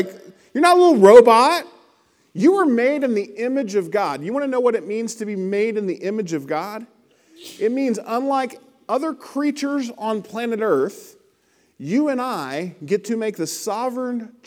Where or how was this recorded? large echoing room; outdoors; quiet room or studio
large echoing room